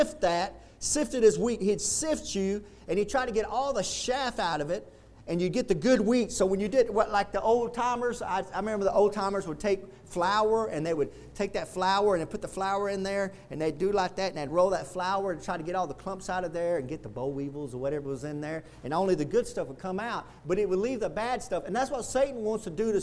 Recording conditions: large echoing room